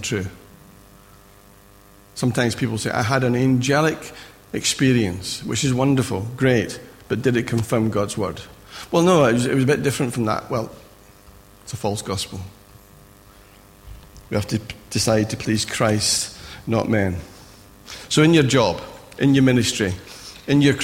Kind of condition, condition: setting, large echoing room